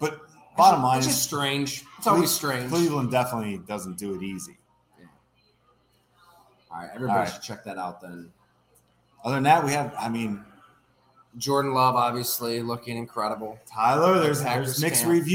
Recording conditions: busy venue